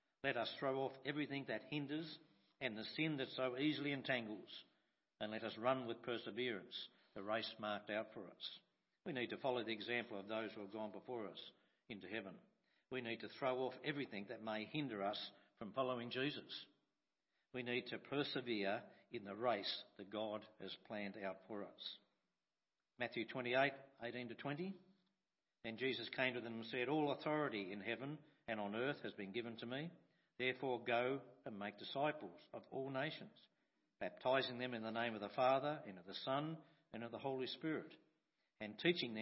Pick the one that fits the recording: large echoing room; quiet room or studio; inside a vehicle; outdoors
large echoing room